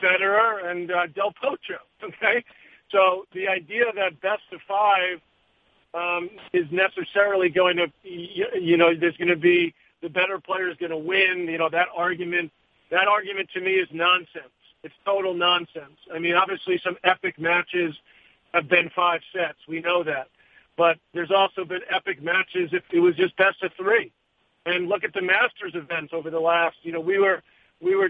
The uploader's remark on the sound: U.S. Open Conference Call.